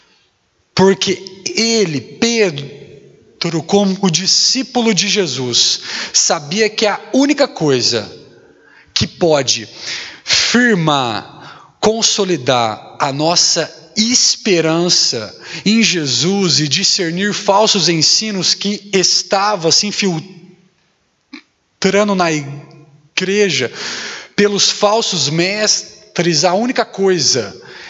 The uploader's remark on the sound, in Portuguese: Mensagem gravada na Igreja Batista Jardim Minesota